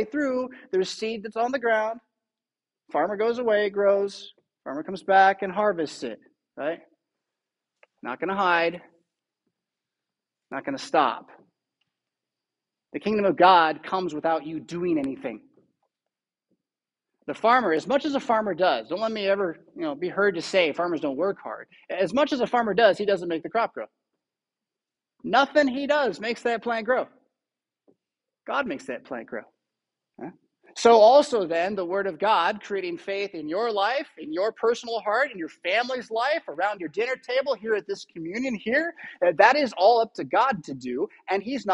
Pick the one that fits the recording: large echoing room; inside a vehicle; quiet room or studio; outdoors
large echoing room